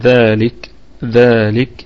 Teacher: والكاف نراعي فيها الهمس في حالة الوقف، وفيها وجه واحد فقط بالسكون